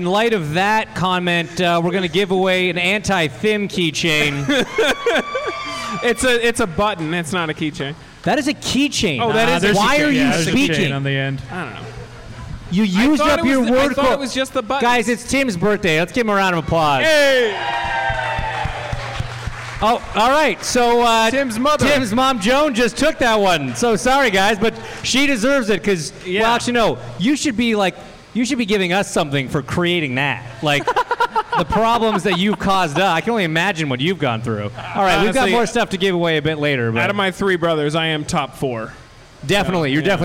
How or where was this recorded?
live audience